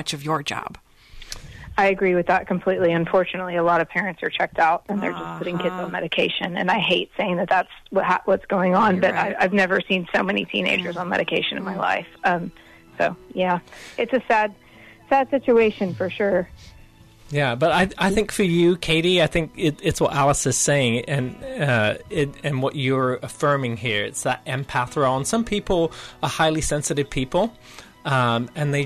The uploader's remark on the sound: Caller Questions